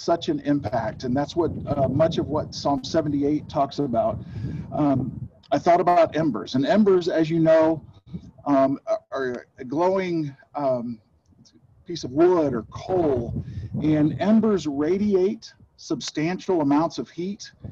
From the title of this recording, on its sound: Zoom Sunday